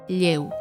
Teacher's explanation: la fricativa lateral palatal sonora del catalán, como en la palabra lleu.